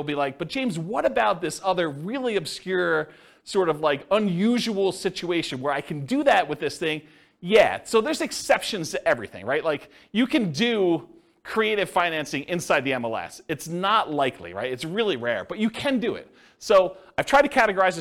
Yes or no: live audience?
yes